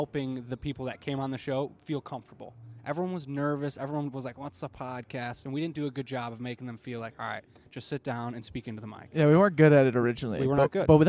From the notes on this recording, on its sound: This is far from a typical episode as we hosted live from the Twin Cities Auto Show. We decided to try something different by asking patrons for "advice for 2 wildly average guys".